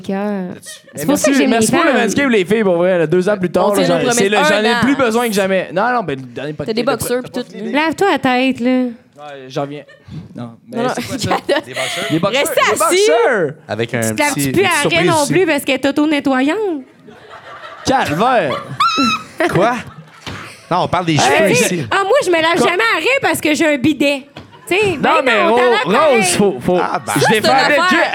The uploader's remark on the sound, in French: Live à Sherbrooke. Voici notre deuxième podcast DEVANT PUBLIC à Sherbrooke. On a l'énergie du publique avec nous.